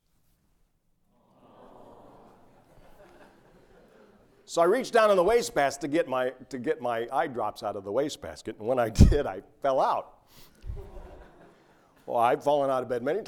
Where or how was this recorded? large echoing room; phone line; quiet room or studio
large echoing room